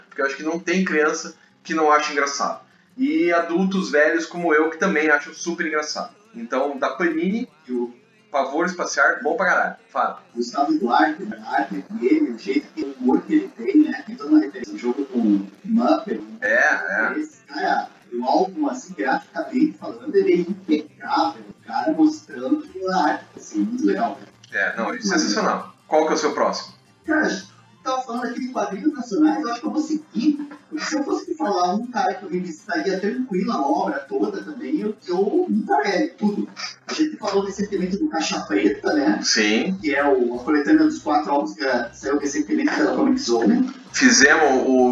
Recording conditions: poor sound quality